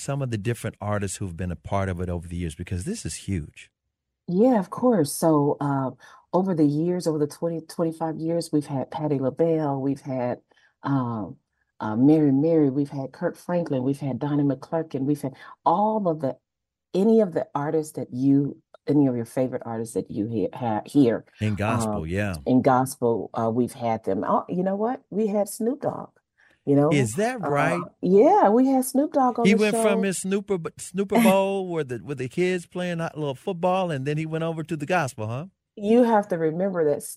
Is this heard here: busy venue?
no